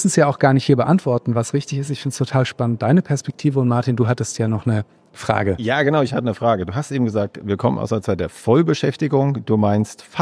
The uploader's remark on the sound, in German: Bei unserem dritten und letzten Podcast, den wir auf der solutions: Konferenz in Hamburg aufgenommen haben